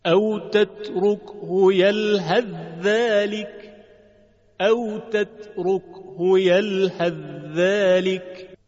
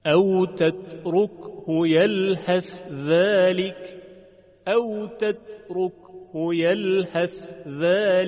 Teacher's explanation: وجود داره یک وجه ادغام است مثل بقیه قرا یلهذلک که حرف ثا به هیچ وجه دیگه شنیده نمیشه · Shown in: first take